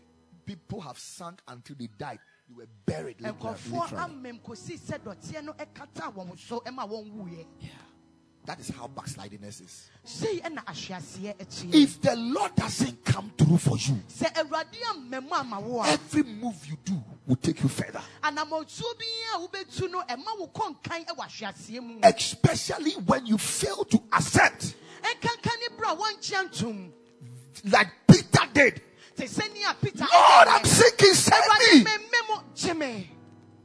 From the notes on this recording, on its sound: Preached at the Royal Service.